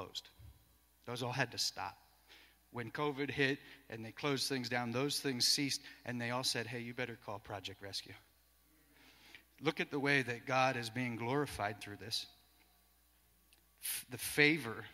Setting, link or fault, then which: setting, large echoing room